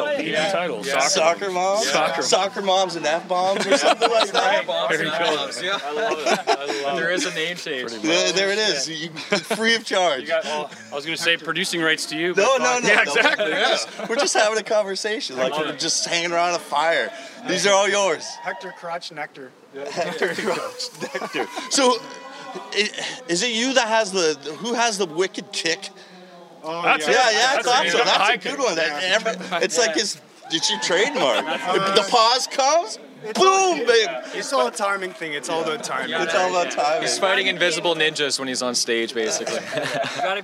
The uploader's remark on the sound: Live from HitsFest in Uxbridge